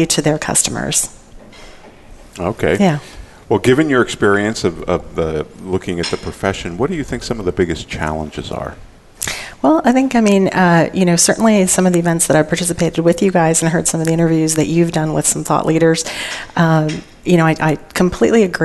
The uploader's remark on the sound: Live Broadcast at the The IPBC IGNITE Conference.